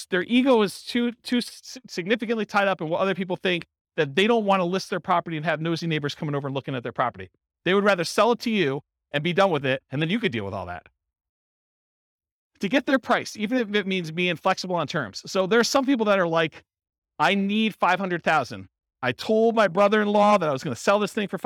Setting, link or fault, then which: setting, live audience